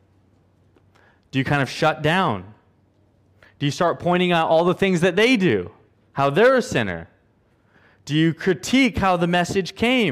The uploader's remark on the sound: at Covenant Hope Church in Dubai, UAE, on Aug 07, 2022.